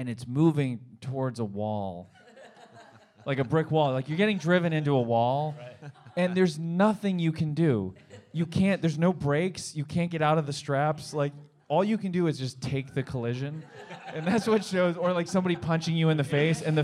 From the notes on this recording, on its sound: Recorded Live at Dynasty Typewriter at the Hayworth in Los Angeles. For a special live episode of The History of Standup.